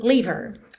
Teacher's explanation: Dependendo aí da ligação com a palavra anterior, que esse H, que esse som h, h, não apareça. Porque ele é um som muito fraquinho.